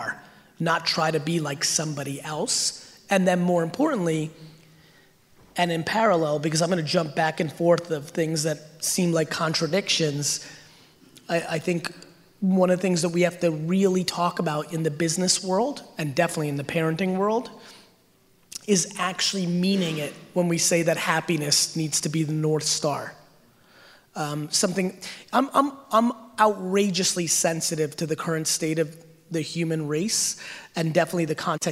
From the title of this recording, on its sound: Keynote at Slimebash Event